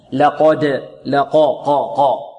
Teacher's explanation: القاف هنا مقلقلة، القاف مفخمة والدال مقلقلة